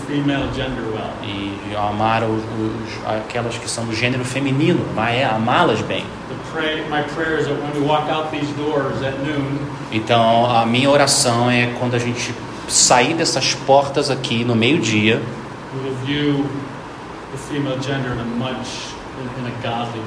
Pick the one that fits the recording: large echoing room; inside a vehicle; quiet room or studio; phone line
large echoing room